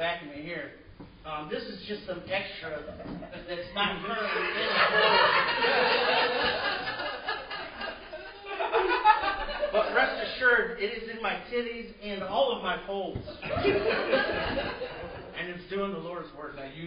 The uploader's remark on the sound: LIVE AT THE 16th ANNUAL CLEVELAND COMEDY FESTIVAL